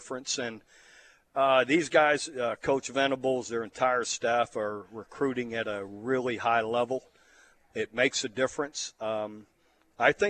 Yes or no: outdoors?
yes